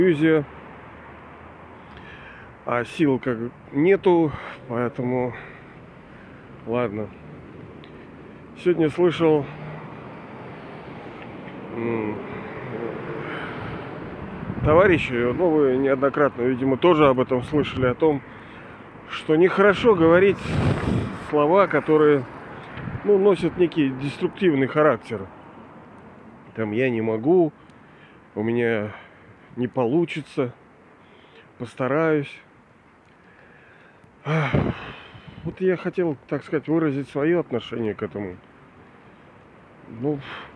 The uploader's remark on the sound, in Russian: Извиняюсь за качество записи, ветренновато бывало